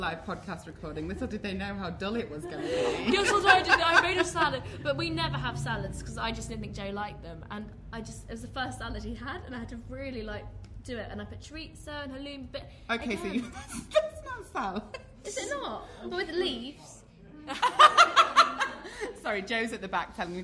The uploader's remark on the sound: At the Free People pop-up shop in Shoreditch. We recorded in front of an audience, so this is our first ever live episode recording.